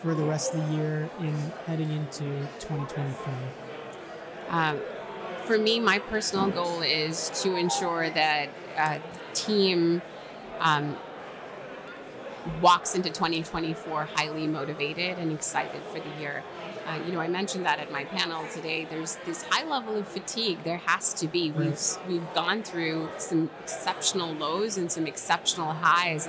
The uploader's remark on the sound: at the 2023 Hotel Data Conference in Nashville, Tennessee